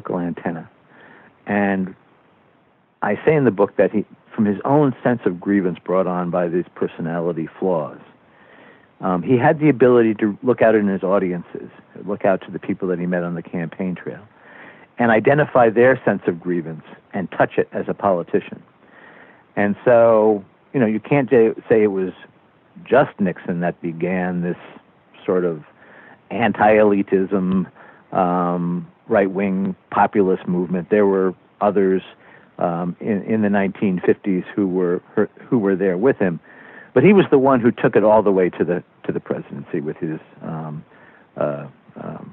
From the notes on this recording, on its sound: Smithsonian Associates Interview Series. Via internet phone.